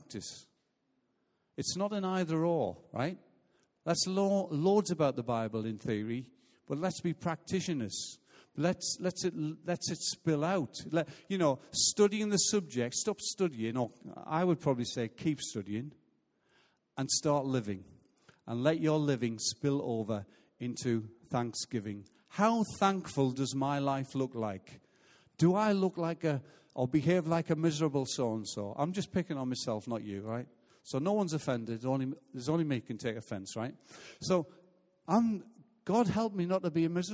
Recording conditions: large echoing room